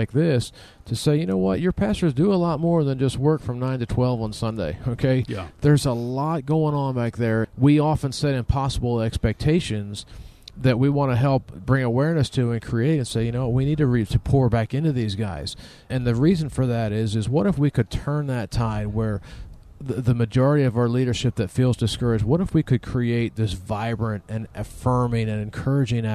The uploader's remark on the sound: This show was recorded inside their travel RV at the National Religious Broadcasters Convention #Proclaim18 in Nashville, TN.